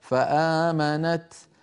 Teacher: لو وقفنا على فآمنت نقف بالتاء